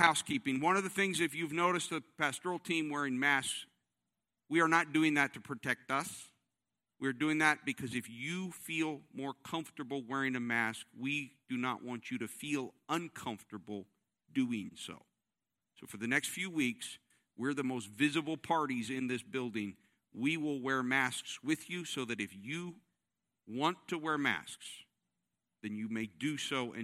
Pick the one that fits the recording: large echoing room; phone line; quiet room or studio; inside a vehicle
large echoing room